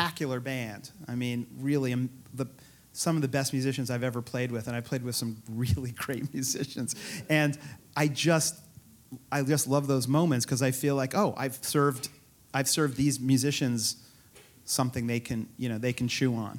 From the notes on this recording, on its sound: The conversation was recorded on April 15, 2018 in front of a live audience at New York’s 92nd Street Y.